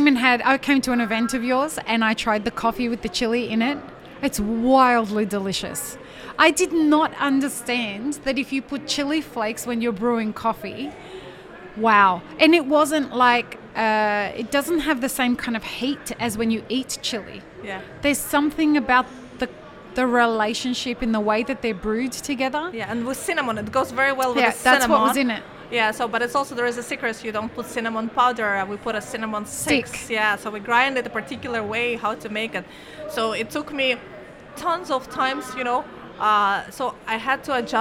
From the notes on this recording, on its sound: Live-streamed from the show floor at World of Coffee Dubai 2024.